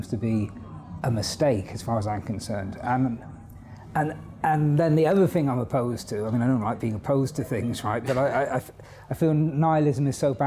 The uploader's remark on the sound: This interview was recorded at our philosophy and music festival HowTheLightGetsIn .